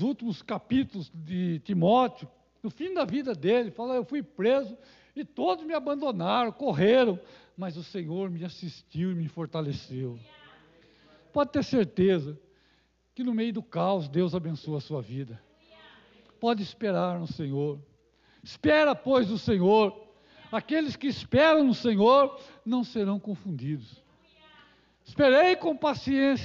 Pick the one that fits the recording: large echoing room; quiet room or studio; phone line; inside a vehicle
large echoing room